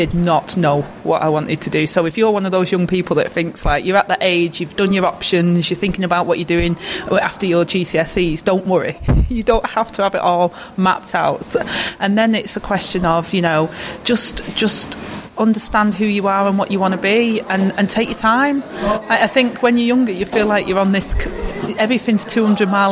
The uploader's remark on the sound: Reach Next Generation staged our latest Summit at The Etihad